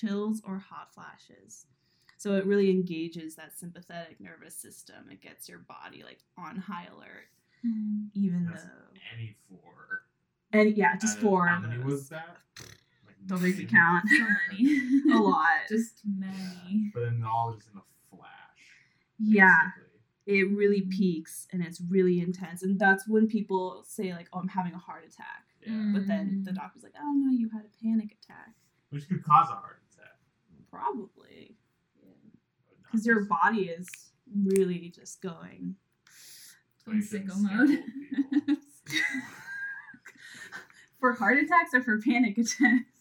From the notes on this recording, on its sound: Note: Apologies for the low audio quality, we are still figuring things out!